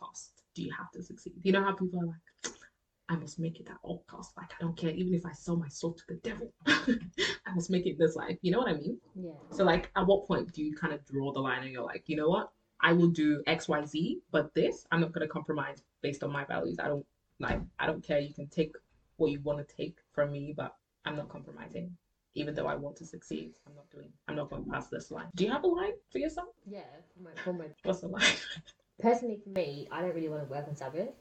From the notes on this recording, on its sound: we do want to sincerely apologize for the sound quality on this episode, unfortunately we experienced technical difficulties beyond or control